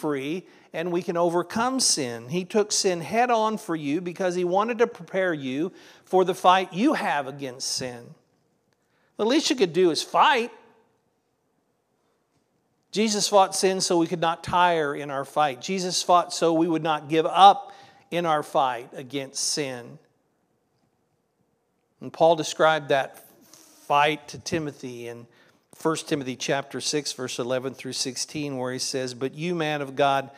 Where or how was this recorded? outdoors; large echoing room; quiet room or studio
large echoing room